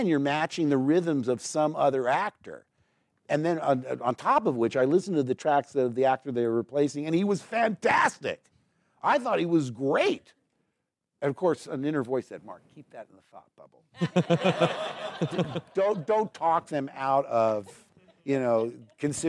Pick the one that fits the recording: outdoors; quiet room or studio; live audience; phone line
live audience